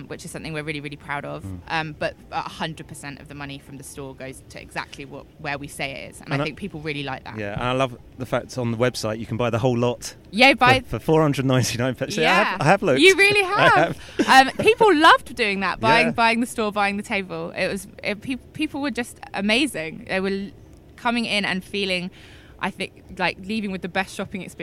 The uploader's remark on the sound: The third, final and possibly most important of our three episodes recorded at the Cannes Lions International Festival of Creativity 2018.